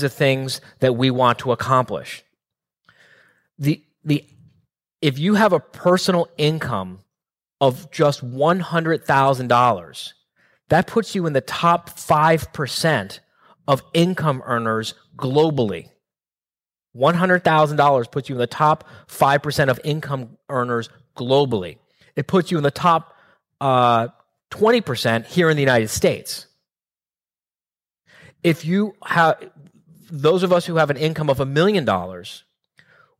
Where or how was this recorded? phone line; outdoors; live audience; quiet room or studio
live audience